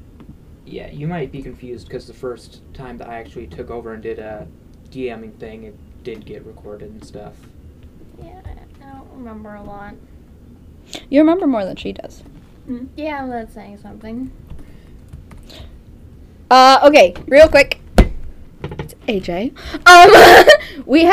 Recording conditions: poor sound quality